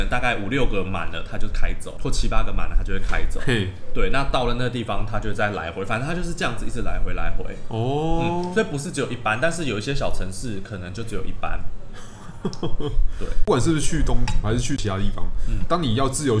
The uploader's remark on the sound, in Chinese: 本集白噪音指數：蚊風級 1/5。錄音地點：登陸土星土耳其咖啡永康店。